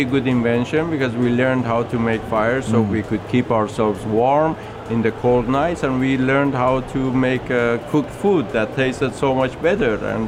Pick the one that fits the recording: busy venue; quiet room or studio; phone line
busy venue